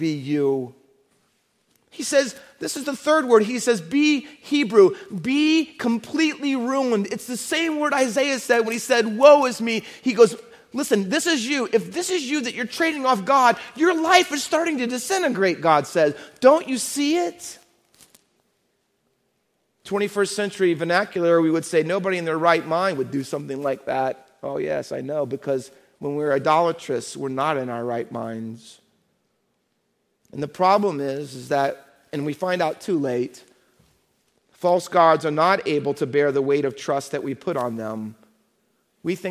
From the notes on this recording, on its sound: Faith Baptist Church in Hamilton, NJ.